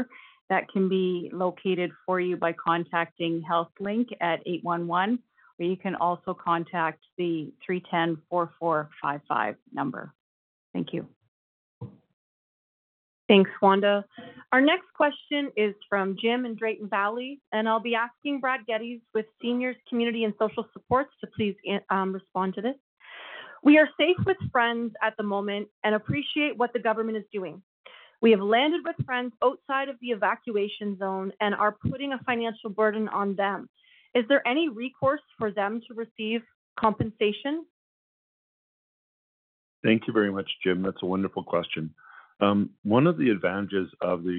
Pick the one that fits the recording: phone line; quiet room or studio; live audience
phone line